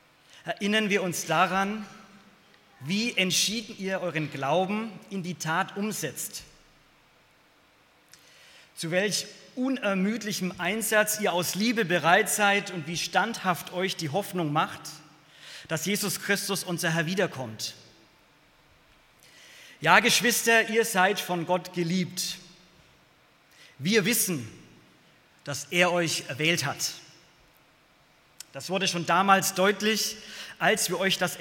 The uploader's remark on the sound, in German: aus dem Gottesdienst der Liebenzeller Mission